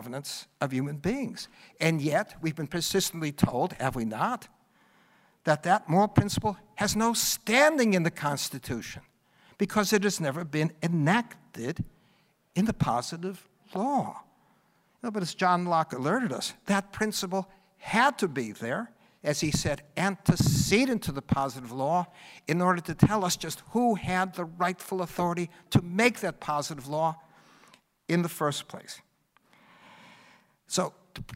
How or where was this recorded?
live audience